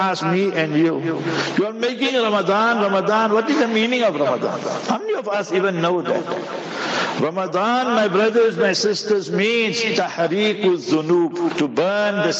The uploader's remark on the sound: Jumah Lecture at Rainbow Masjid